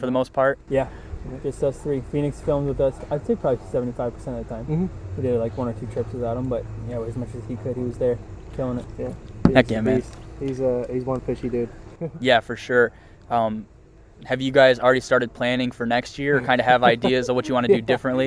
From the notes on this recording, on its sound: sitting down with me at the Swimbait Universe gathering